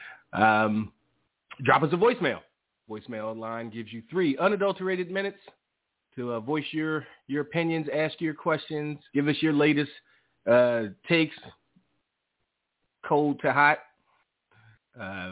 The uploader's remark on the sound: Live calls and more. Weekly caller, email and tweet driven show. Leave a voicemail to be played on-air.